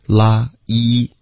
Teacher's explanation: like，它是一个双元音，OK，拉一。Like 一定要有这个滑动，别发成 like，OK，因为外国人会听成缺 L-A-C-K，OK，所以这个一定要注意。Like 跟 your